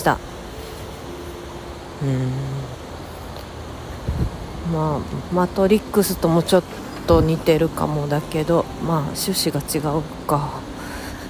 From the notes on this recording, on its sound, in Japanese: 鴨川を歩きながら。